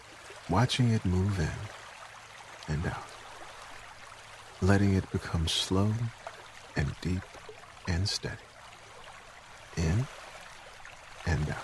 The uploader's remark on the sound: Relax to the sounds of nature and a running river.